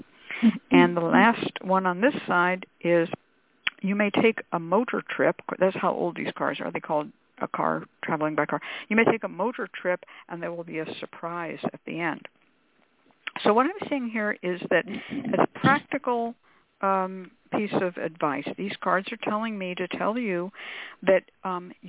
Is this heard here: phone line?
yes